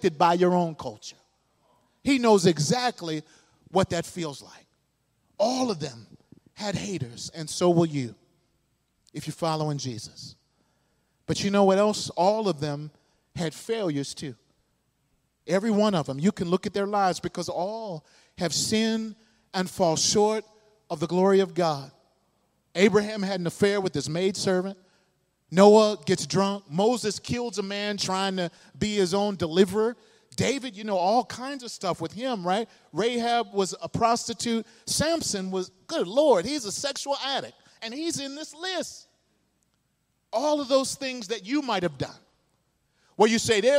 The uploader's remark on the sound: This sermon was delivered at New City Fellowship West End in St. Louis, MO.